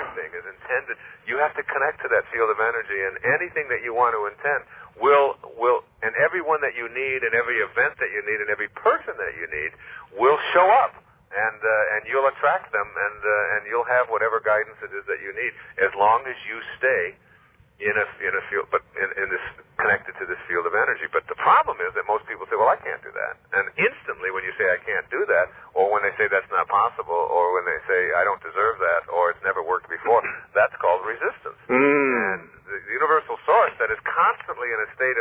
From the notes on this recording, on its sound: this phone interview